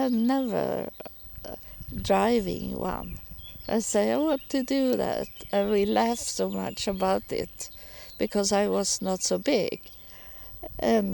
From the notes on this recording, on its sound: Recording in the park